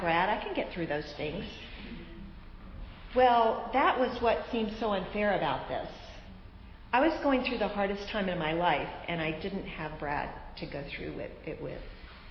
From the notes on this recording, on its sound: This powerful lesson was the keynote speech at our annual women's day event.